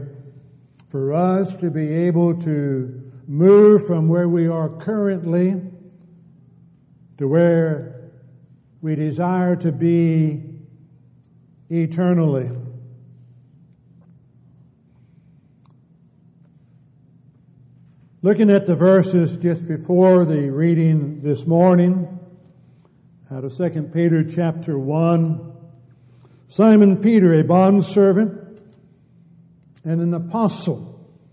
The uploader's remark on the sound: Downtown Church Of Christ Audio Sermon